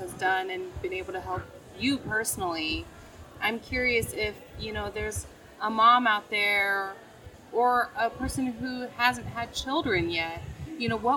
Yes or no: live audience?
yes